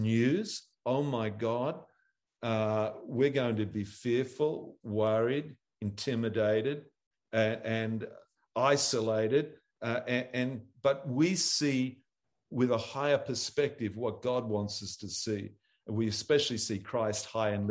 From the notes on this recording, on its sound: ZOOM Church sessions